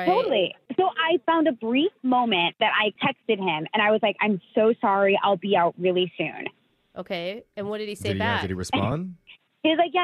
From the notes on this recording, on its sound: The woman on the phone today